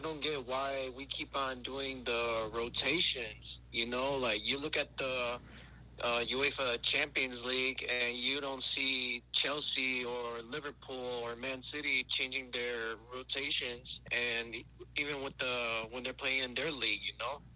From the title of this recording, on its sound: FAN CALL IN EPISODE